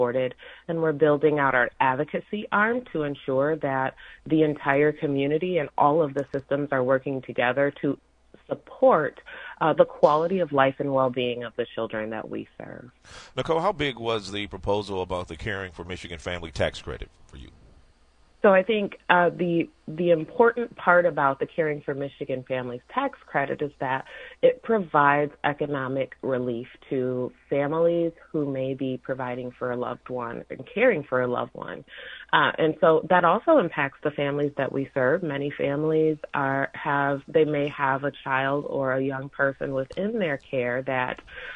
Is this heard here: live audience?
no